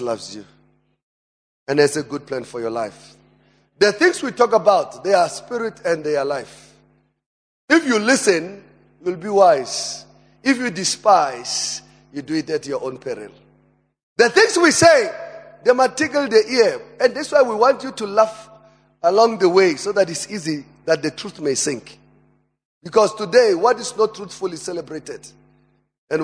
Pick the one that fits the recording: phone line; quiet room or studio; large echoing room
large echoing room